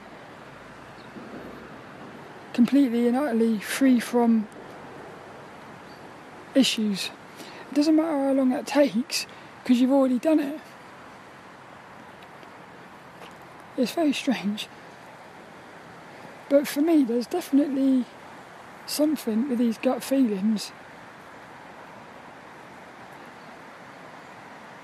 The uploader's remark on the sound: This 'About The Tings' episode is a Walk and Talk around the local park. The sun was shining.